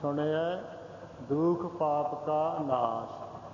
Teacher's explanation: ਕਾ ਪਾਪ ਦੇ ਨਾਲ ਲਾ ਲੈਣਾ, ਕਾ ਨਾਸ ਨਹੀਂ ਕਹਿਣਾ